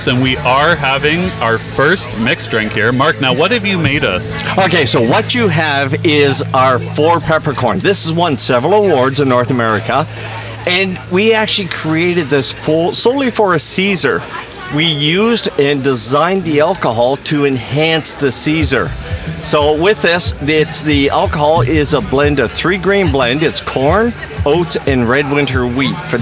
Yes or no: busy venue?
yes